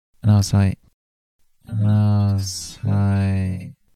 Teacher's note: Then the words I was have unified and turned into 1 sound, which is just us, because the word I in very fast spoken English often moves to an R sound, and it's joined with the word was and just made us.